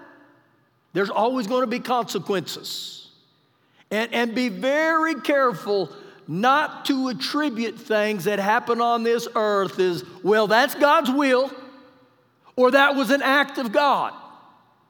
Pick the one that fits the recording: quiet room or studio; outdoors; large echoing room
large echoing room